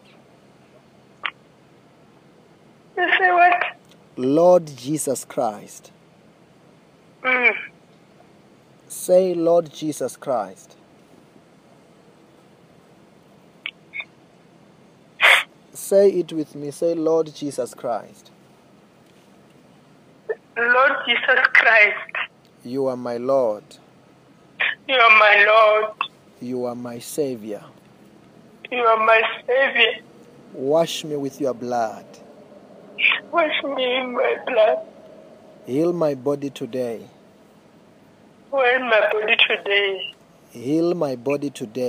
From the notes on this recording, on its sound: healing over the phone